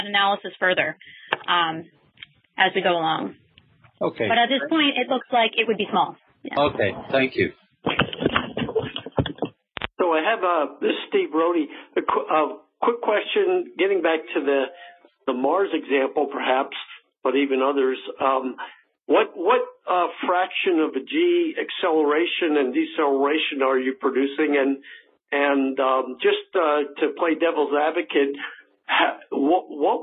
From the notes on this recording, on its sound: This talk was featured on the May 29 Future In-Space Operations weekly teleconference